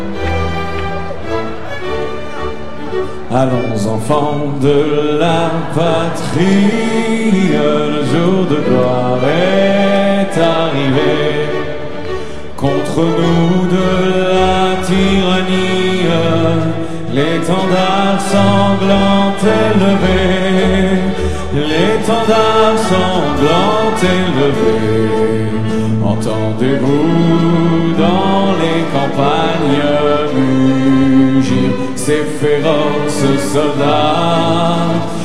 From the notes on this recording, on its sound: A Concert of Jewish Unity Live from The Great Synagogue of Paris.